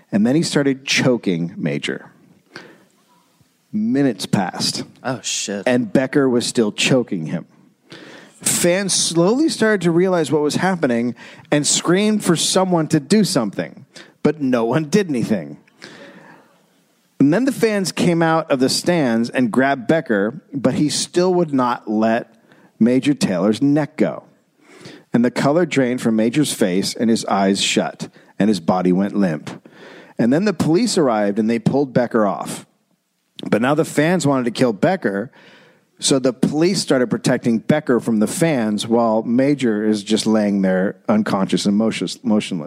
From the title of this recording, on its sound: Live in Indianapolis